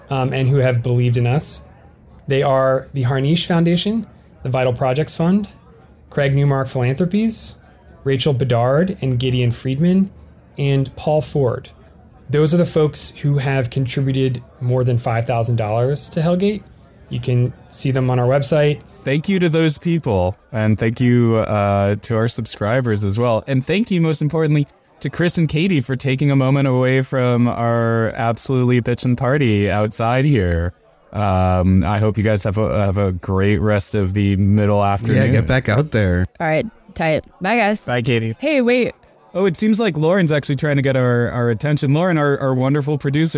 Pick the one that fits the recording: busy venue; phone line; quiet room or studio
busy venue